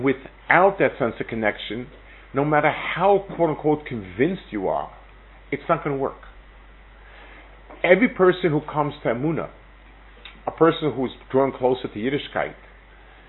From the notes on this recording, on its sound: Delivered at Netiv Aryeh. Israel Trip 5784.